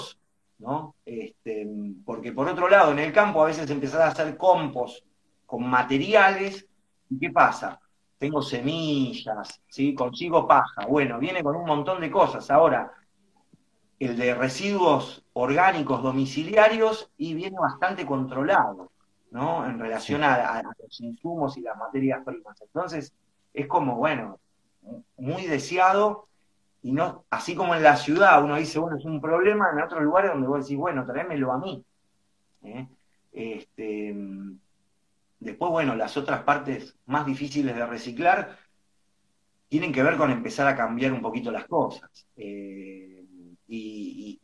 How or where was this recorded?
video call